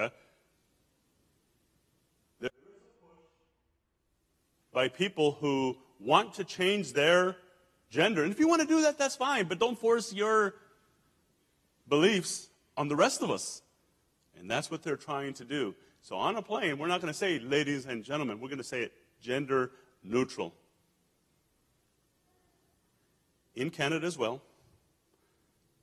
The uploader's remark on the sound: El Paso Christian Church Live Stream